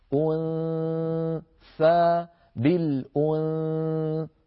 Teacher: لما نقول والأنثى نضع طرف لساننا على مخرج الثاء، يعني نقول طرف اللسان على مخرج الثاء من غير ضغط، فإذا انتهى صوت الإخفاء ثاء أنثى بالأنثى ماء من غير ضغط، طرف اللسان على طرف الأسنان العليا من غير ضغط ماء ثاء. فلما نصل إلى سجاجة هنا نضغط على مخرج الثاء حتى تخرج الثاء من مخرجها، فلينتبه إلى ذلك.